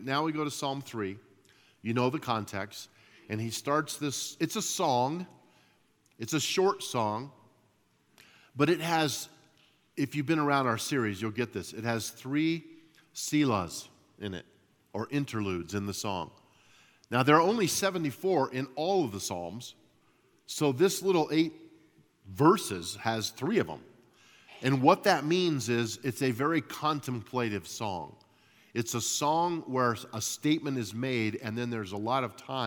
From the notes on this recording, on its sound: At Timberline Church - Audio. Live.